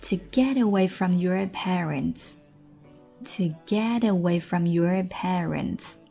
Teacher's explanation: To get away from yourparents。来看一下 get 跟 away 符合连读的规则。这里要讲一下 get 这个尾音，其实在发音当中英音跟美音的一个小区别，比如说音标 t k p 这三个音，在美音的发音当中如果它后面跟着一个元音，这时会出现一个连读的现象。这种情况下 t k p 这三个音会出现一个微微的浊化现象，但它浊化出来的音并不是完全被浊化，而是一个过渡的音。比如说这里的 getaway 它并不是 getaway，它是浊化在 t 跟 d 中间的那个音。再比如说跟 gk，它不是完全浊化成 g，它是处在 k 跟 g 中间的那个音。然后还有 p 跟 b 也是一样